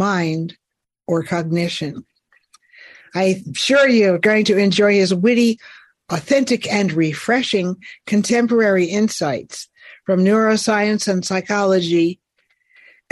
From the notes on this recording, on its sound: This program was recorded via video conference. By the Commonwealth Club of California.